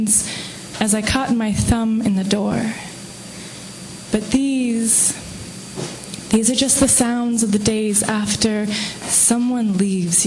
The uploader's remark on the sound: Live from the Vancouver Poetry Slam